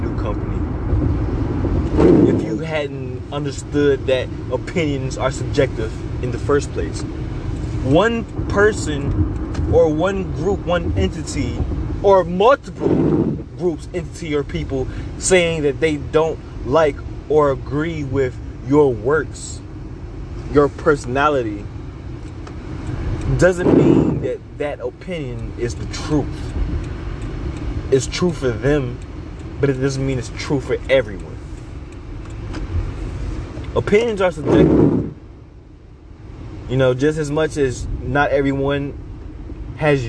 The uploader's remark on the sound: I'm very sorry for the sound quality. I recorded this while driving in a snow storm, so you will hear my obnoxious windshield, repeatedly.